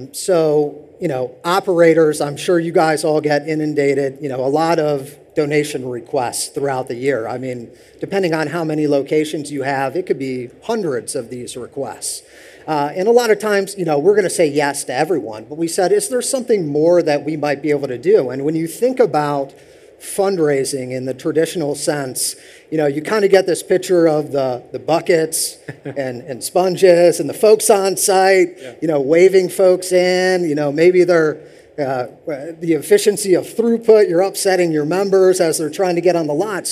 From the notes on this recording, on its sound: This week we are playing you a panel, recorded live at the Car Wash Magazine Live Studio at the Car Wash Show™ 2023 in Las Vegas.